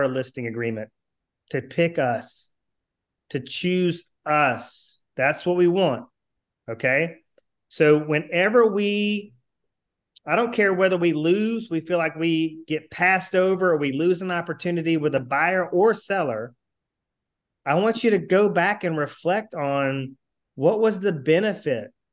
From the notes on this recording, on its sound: Replay of my weekly group coaching call via Zoom. Replay of my weekly group coaching call via Zoom.